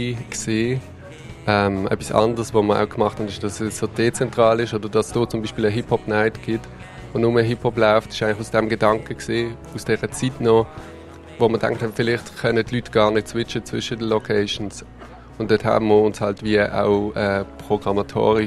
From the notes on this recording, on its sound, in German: Radio X sendete live vom Sommercasino und der Padelhalle und übertrug Konzerte, Lesungen und Interviews.